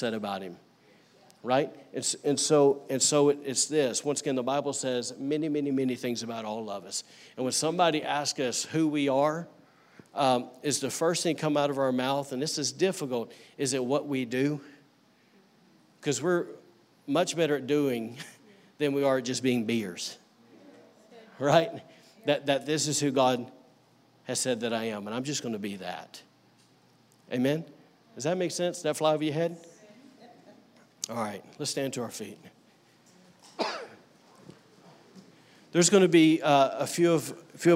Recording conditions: large echoing room